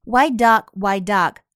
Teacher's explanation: 这个地方的 white 的 t 也可以失去爆破